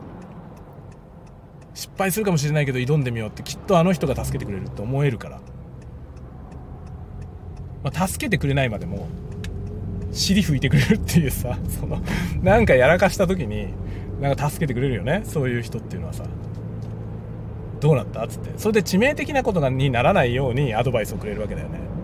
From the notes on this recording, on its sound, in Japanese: ドライブの道中でいろんな思いを語る。使用マイク：ZOOM M3 MicTrak。Stand.fm。